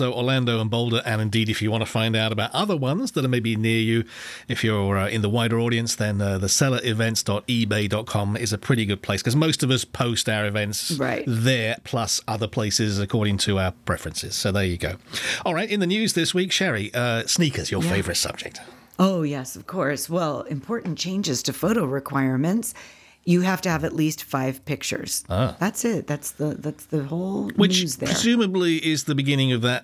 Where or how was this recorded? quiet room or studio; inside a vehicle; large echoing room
quiet room or studio